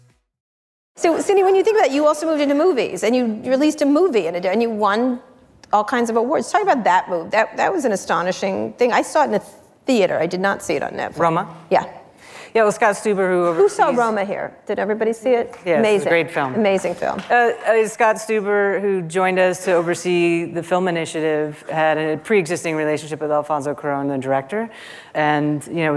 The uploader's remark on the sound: Live at Code 2019